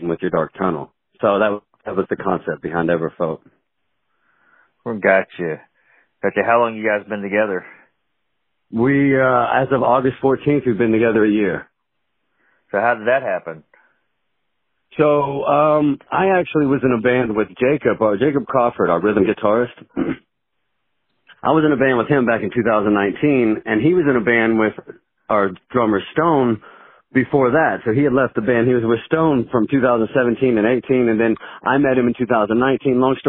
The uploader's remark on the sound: From Southern Illinois, call in to chat.